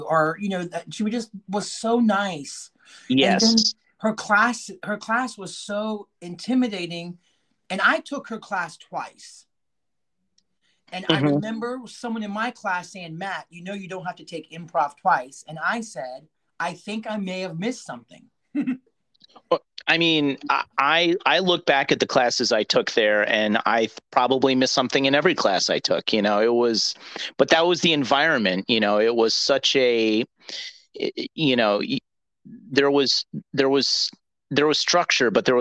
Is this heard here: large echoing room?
no